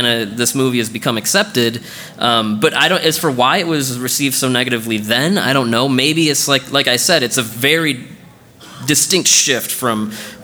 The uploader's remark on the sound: KT Live at G-Fest 2019